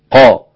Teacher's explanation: حاولي تخرج القاف من أقصى اللسان من آخر منطقة في اللسان آخر جزء في اللسان